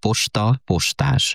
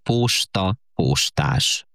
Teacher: Nagyon sokan rövidóval mondják posta, postás. De valóban sokaknál az az ó megnyúlik · Shown in: second take · Term: hosszú óval ejtett